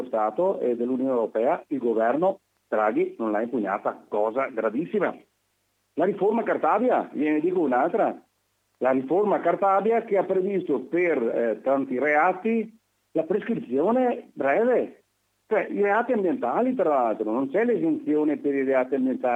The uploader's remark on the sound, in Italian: intervista al telefono